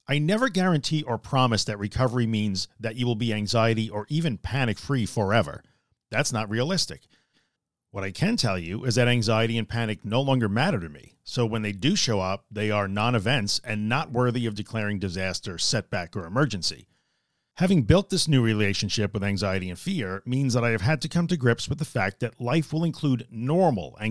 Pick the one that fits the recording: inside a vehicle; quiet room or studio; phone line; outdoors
quiet room or studio